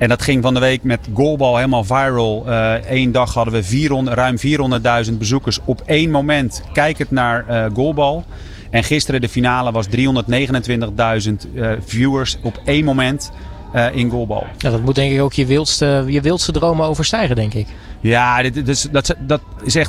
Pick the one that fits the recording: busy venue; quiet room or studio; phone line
busy venue